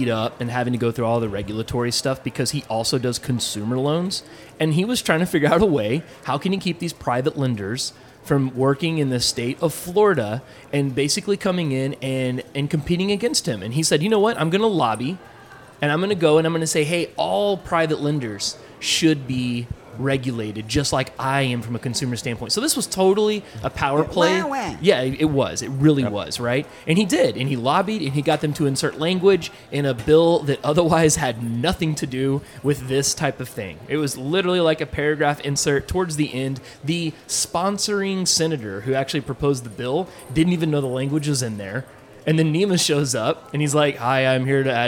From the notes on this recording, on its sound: We bring you conversations recorded at the Geraci Broker Exchange conference in Dallas.